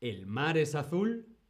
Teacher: con la entonación lo convertimos en pregunta